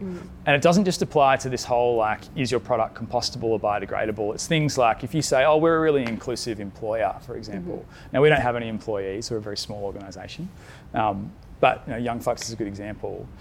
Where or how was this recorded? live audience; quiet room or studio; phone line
live audience